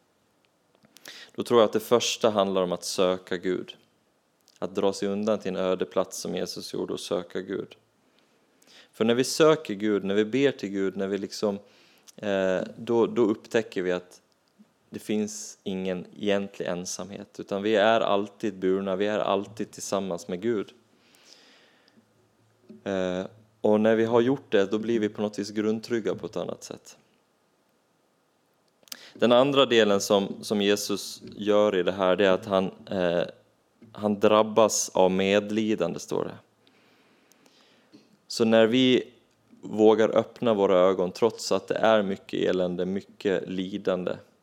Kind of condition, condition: setting, large echoing room